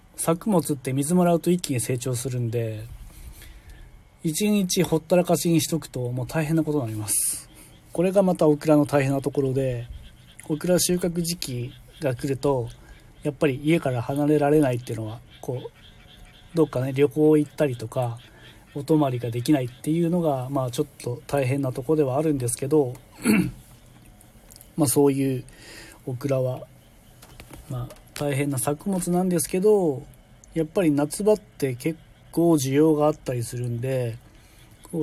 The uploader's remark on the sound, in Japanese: LIVE〜軽トラの中から10分だけ〜